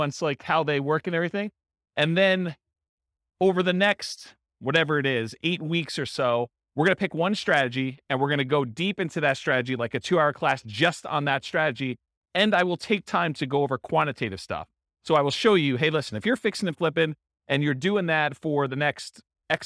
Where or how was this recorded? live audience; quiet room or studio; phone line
live audience